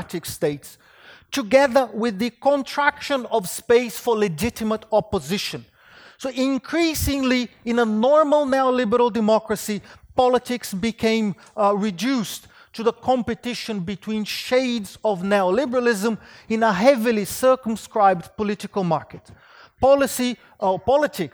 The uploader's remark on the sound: Wheelwright Memorial Lecture, presented by the Department of Political Economy at University of Sydney